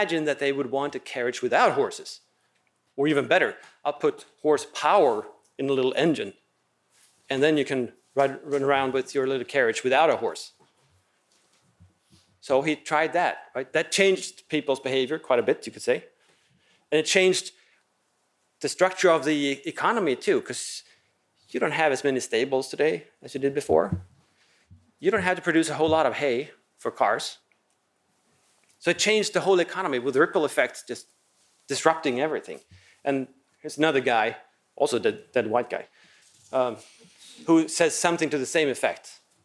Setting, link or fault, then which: setting, large echoing room